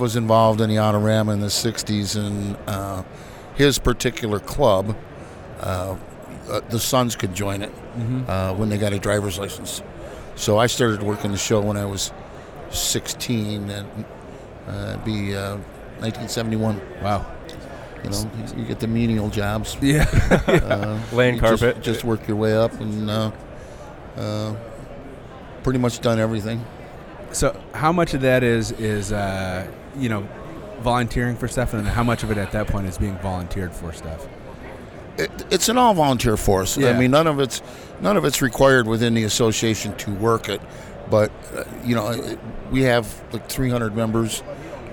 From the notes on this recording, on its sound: at the Detroit Autorama live on the show floor